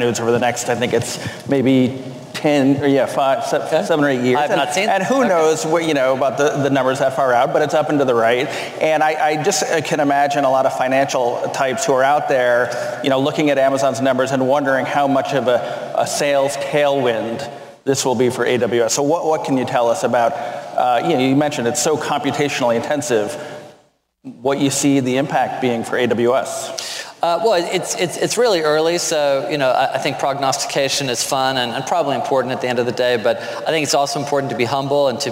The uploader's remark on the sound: Bloomberg Technology is live from the Bloomberg Technology Summit in San Francisco.